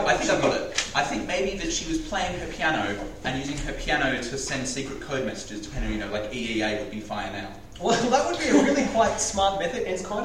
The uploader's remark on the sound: Live in front of an audience at YSA Melbourne's Open Day.